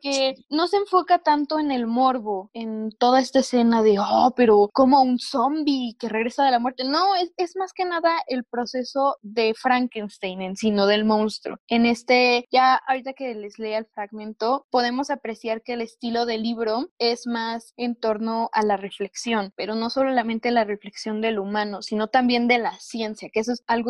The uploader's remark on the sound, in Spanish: Desafortunadamente grabamos a distancia, por lo que el audio se vuelve inestable.